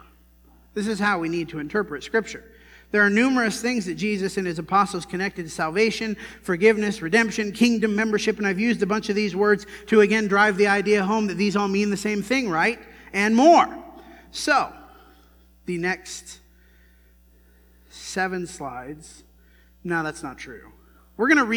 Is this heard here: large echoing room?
yes